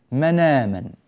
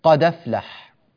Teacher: نحذف الهمزة ونسقطها بالكلية ولا يعود هناك همزة · Term: حكم الهمز